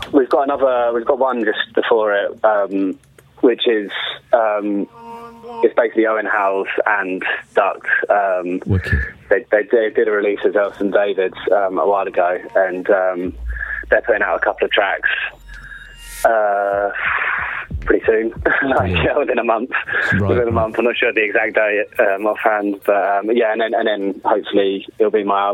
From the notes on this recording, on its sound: I’m joined in the mix and on the phone by favourite producer